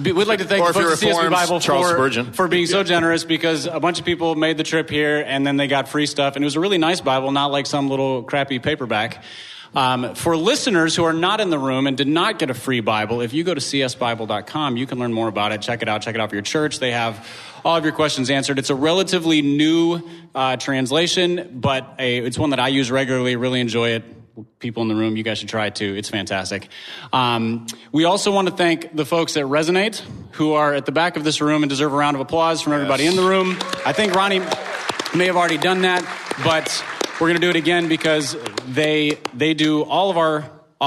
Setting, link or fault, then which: setting, live audience